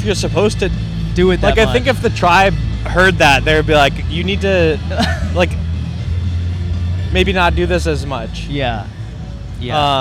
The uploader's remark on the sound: At A Haunted Hayride. Recorded on 9/29/23 at The Haunted Hayride at Griffith Park in Los Angeles, CA.